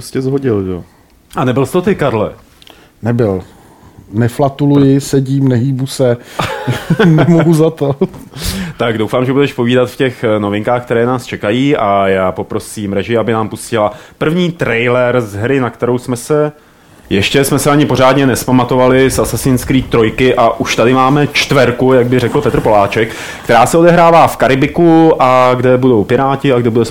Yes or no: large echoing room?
no